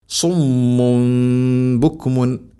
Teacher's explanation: ശേഷം സുമ്മുൻ തൻവീന് ശേഷം ബ, ഇവിടെ തൻവീന് ശേഷം അല്ലെങ്കിൽ സാക്കിന നൂനിന് ശേഷം ബ വന്നാൽ അതിനെ തൻവീനിനെ അല്ലെങ്കിൽ സാക്കിന നൂനിനെ മീമാക്കി അഥവാ ഇഖ്ലാബ് ചെയ്യണം, മാറ്റി മറിക്കണം. തൻവീനിനെയോ സാക്കിന നൂനിനെയോ മീമാക്കി ഉച്ചരിക്കണം, അതാണ് അവിടെ ചെറിയൊരു മീം കാണാൻ പറ്റും, അതിനാണ് ഖുർആനിൽ അങ്ങനെ രേഖപ്പെടുത്തിയിട്ടുള്ളത്.